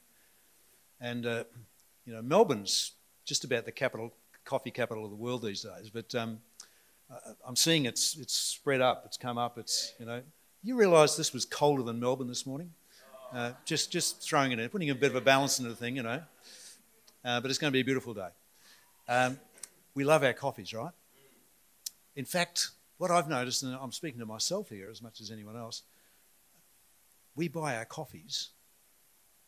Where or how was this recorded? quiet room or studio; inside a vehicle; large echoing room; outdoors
large echoing room